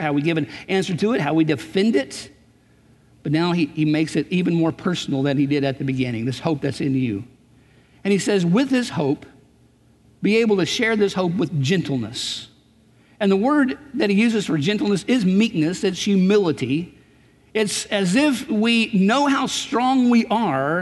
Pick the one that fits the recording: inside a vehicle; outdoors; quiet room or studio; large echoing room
large echoing room